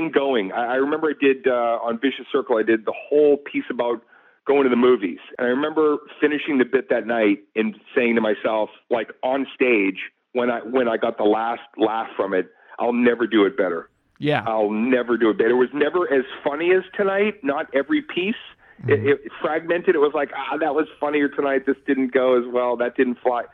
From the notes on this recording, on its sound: IN THE STUDIO (by phone)